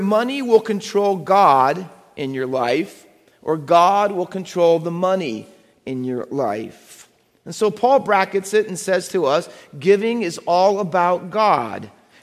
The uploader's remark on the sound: Faith Baptist Church in Hamilton, NJ.